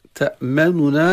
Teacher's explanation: نون يعني مضمومة لكن ليس الضمة كاملة، ضمة خفيفة يسمونها روم